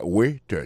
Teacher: Waiter, ça veut dire accent tombé sous premier syllabe là.